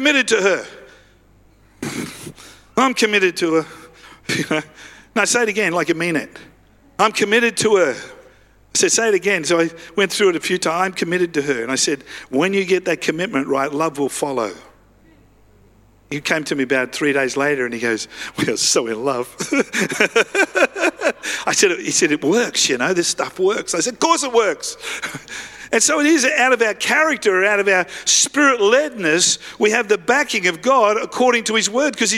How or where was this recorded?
large echoing room